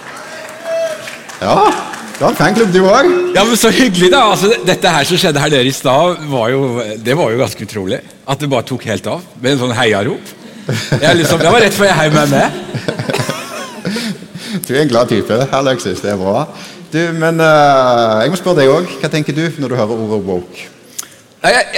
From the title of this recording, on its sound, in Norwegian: Live fra Impuls 2024!